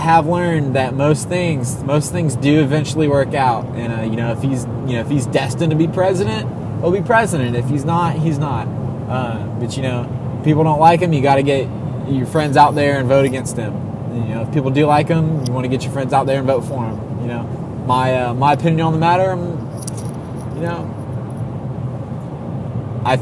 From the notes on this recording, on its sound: Done in my truck on a road trip to Tallahassee, recorded straight to my phone.